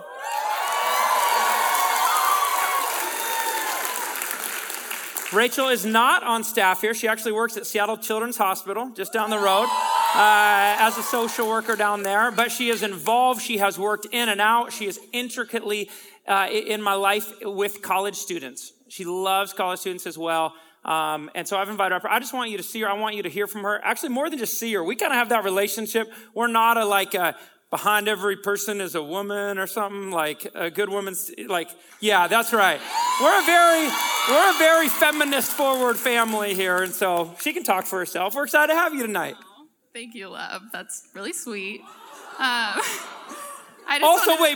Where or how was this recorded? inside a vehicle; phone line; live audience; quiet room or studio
live audience